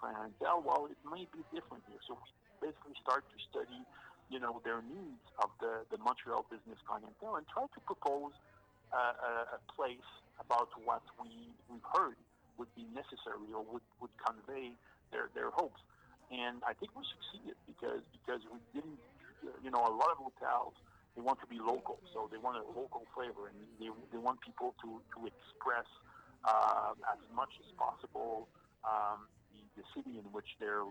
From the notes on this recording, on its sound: Recorded: Friday January 18, 2022 10:30 am (EST) at the Interior Design Show